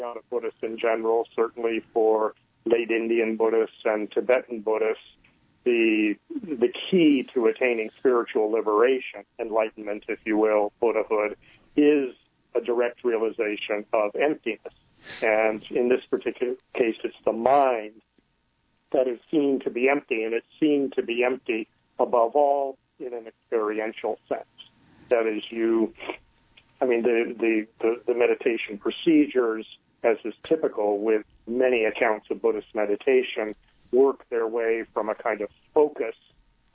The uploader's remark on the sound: speak by telephone